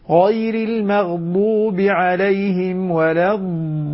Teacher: نلصق حافة اللسان مع الأضراس العليا يخرج عند الضاد بشكل صحيح سليم